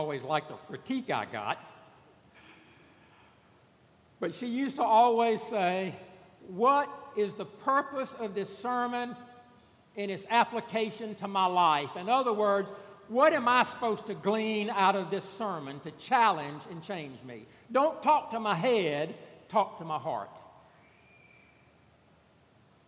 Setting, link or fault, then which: setting, large echoing room